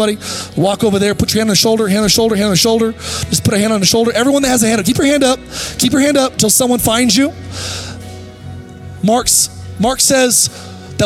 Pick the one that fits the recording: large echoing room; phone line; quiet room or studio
large echoing room